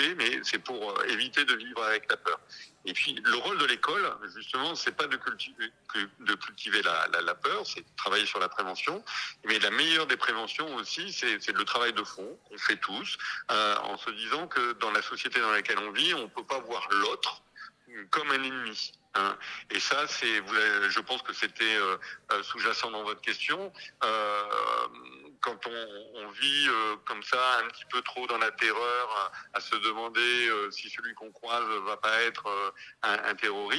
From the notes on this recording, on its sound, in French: Pour cette nouvelle semaine de direct Radio2B On Air. Par téléphone.